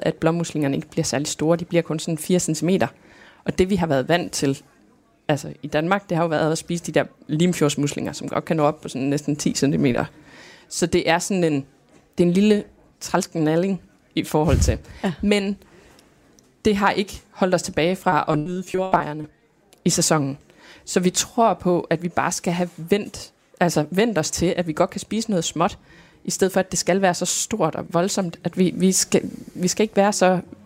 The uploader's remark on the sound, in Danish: Kraniebrud sender live fra Folkemødet, hvor vi har allieret os med forskere og en undervandsrobot.